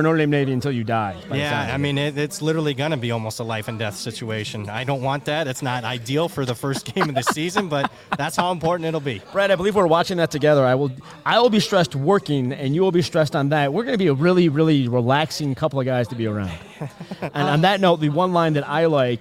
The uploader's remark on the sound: LIVE FROM CIRCA SPORTS. Hit The Books is LIVE on location from the Circa Sportsbook in Las Vegas, Nevada!